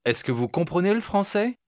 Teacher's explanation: notice how slight the L sound is. But it is there.